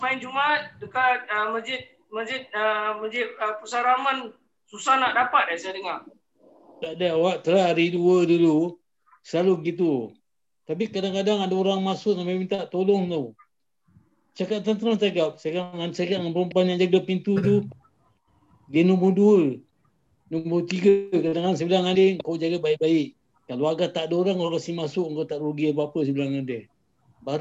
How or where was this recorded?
video call